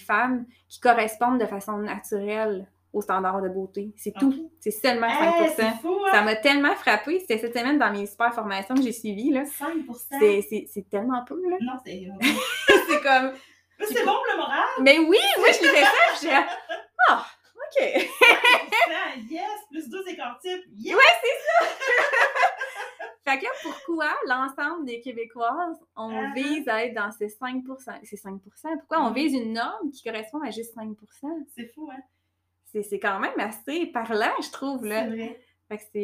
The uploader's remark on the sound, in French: Le son est médiocre sur cet épisode: c'était ma première expérience d'enregistrement et le micro n'était pas optimal.